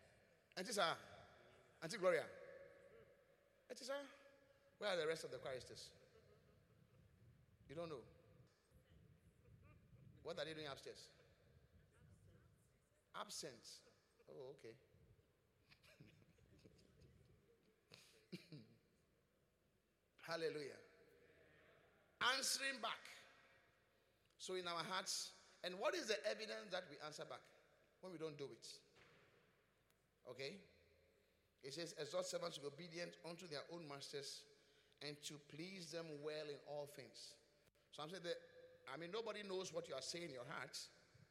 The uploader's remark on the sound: Preached at the Qodesh